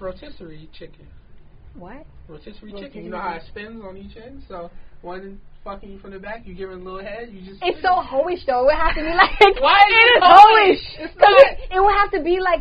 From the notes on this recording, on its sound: It was like some extra after the show show shit a lil behind the scene lol excuse the sound quality this was before the equipment upgrade.